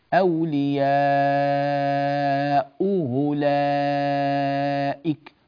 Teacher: قال وعن قالون عكس ذا أتى، فنقول إن قالون إذا أراد أن يقرأ عكس هذا الحكم، بمعنى أنه يحقق الأولى ويسهل الثانية، أولياءه لائك، ضغطي بحنجرتي يكون على الهمزة الأولى، أضغط وأوضح وأقفل الحنجرة وأكتم الصوت أو هكذا ينقطع قطعا، فهكذا ينطق قالون في الهمزة الأولى.